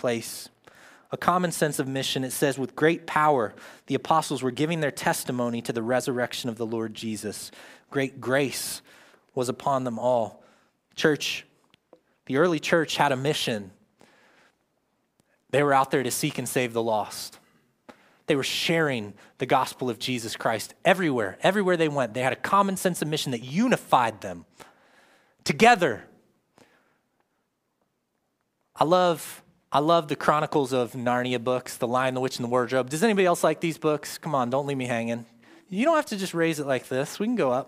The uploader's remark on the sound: live from Covenant Church